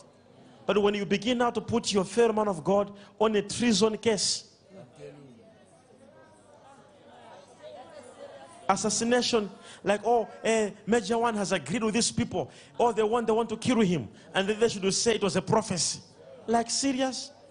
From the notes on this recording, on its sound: LIVE SUNDAY SERVICE